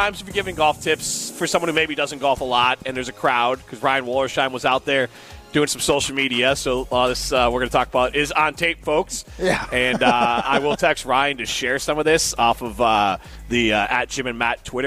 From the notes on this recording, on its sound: live at University Ridge Golf Course